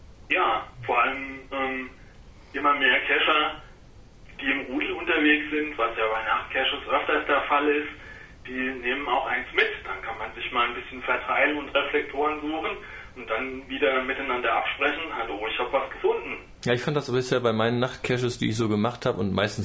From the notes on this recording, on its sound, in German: Am Telefon. Im Hauptstadtstudio führen konnten! Aus dem Schein der Neonsonne in seinem Büro.